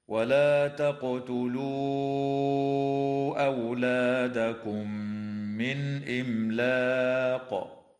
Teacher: وتدغم الميم الساكنة في الميم مع الغنة في قوله تعالى: أولادكم من · وتظهر النون الساكنة عند الهمزة في قوله تعالى: من إملاق